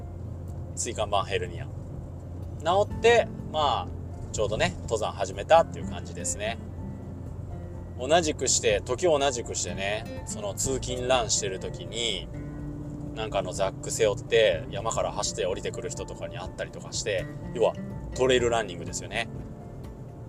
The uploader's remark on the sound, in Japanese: 初めてのドライブ収録